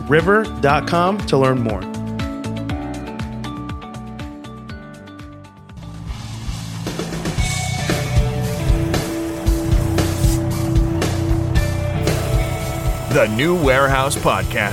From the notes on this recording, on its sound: Veryable at MODEX 2022